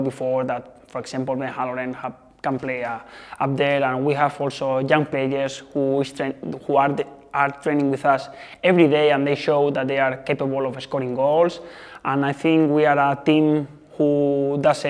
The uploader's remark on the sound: Round 16 press conference